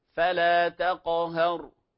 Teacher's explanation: الراء المفخمة وهي الراء المتطرفة الساكنة في الوصل والوقف